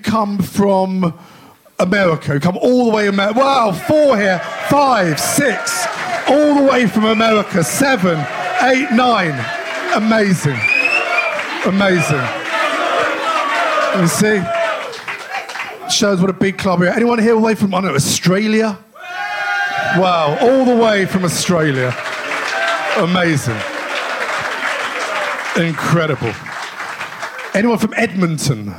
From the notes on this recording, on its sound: Live from Cafe Berlin in the heart of Madrid just hours before kick off of our most important match this century, we bring you a room full of devoted Lilywhites